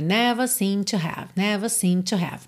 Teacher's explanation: a gente não escuta seemed no passado, porque já junta com to